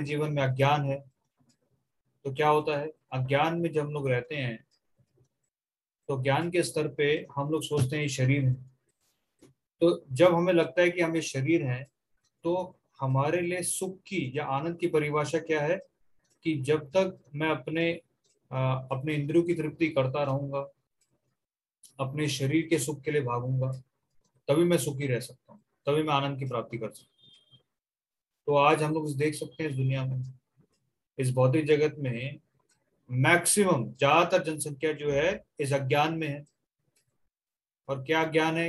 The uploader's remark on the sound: Zoom recorded class.